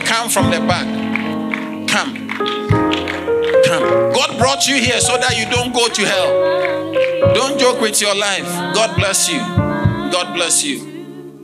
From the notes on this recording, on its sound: Sermon delivered on Sunday, May 21, 2023, at LCI Mega-Church in Cape Town, South Africa.